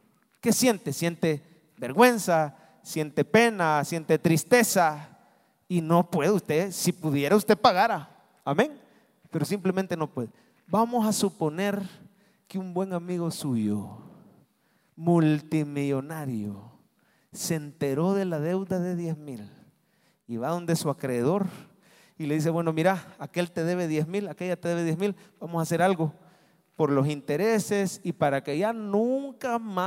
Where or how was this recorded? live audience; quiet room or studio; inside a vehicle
live audience